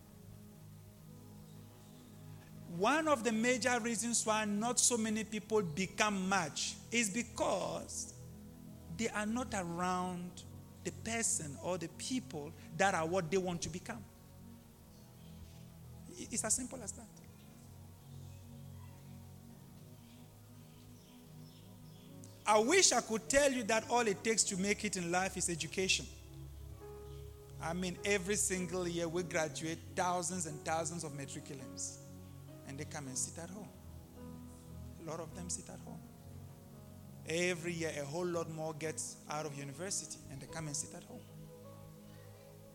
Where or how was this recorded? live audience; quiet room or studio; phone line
live audience